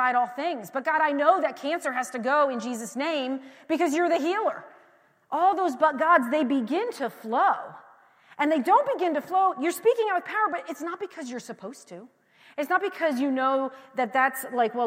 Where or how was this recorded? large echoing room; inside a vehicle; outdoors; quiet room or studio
large echoing room